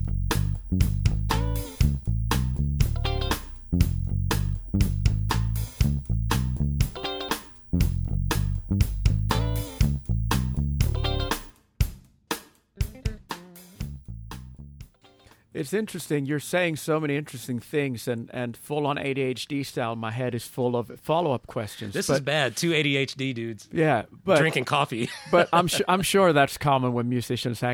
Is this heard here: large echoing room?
no